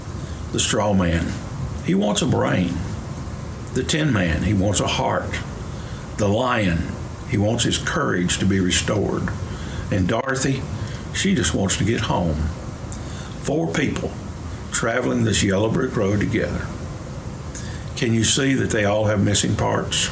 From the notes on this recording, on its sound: Preached on May 21, 2023 for our MorningSong Worship Service.